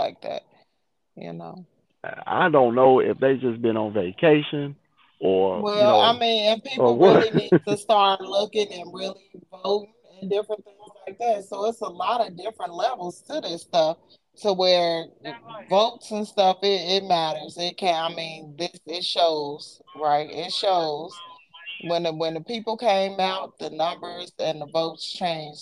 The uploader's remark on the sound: Phone Convo